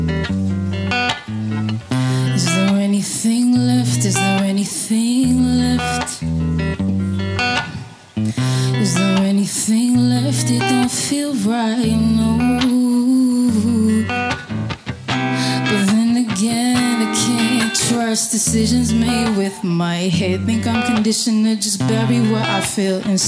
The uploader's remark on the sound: Recorded live at Late at the Lake, at Mozart's Coffee Roasters in Austin, Texas on Tuesday, May 30th, 2023, outdoors on our main stage.